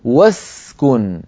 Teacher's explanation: يعني أنا أقول للمفرد المخاطب أسكن، فإن وضعت قبل هذه الكلمة واوا أقول واسكن، وس فأنتقل من الواو إلى السين، ولا أقول له وأسكن، فالهمزة في درج الكلام في وصل الكلام تسقط · Term: همزة الوصل